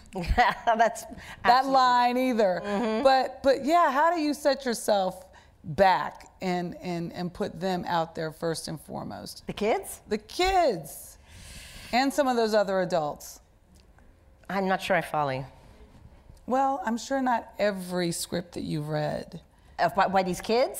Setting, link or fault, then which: setting, live audience